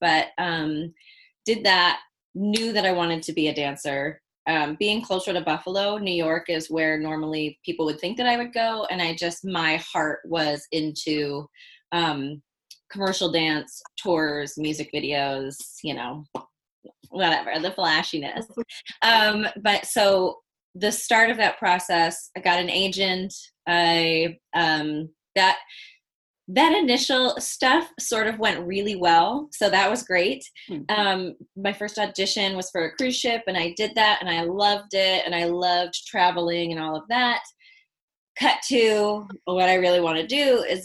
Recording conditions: video call